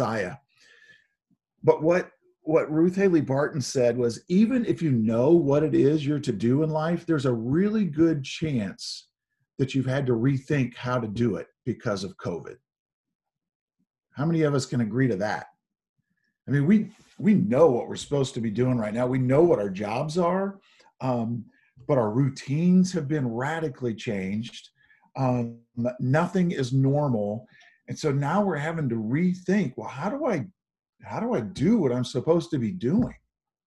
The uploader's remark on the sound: Zoom Sunday